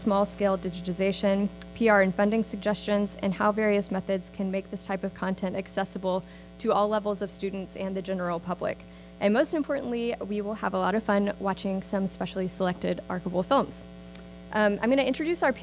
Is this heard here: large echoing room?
yes